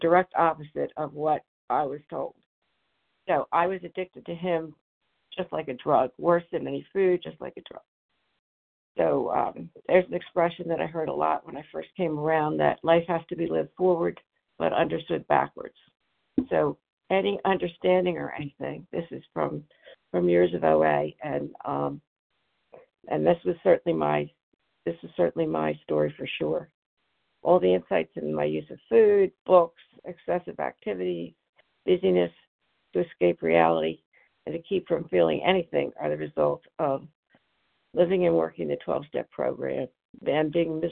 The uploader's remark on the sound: 100 Pounders Phone Meeting